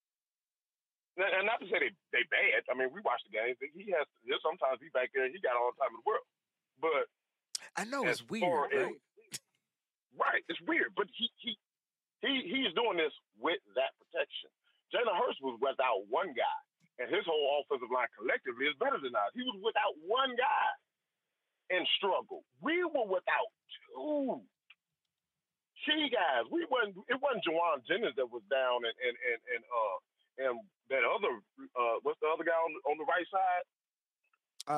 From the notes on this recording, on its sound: Get ready to get your takes off on the weekly call-in show.